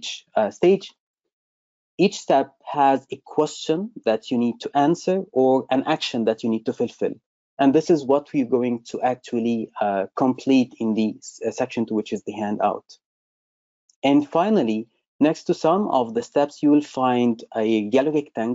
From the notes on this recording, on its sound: webinar recording